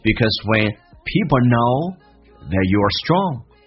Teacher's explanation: 强调 you 这个个体，所以一般来说 that 跟 you 它不会连音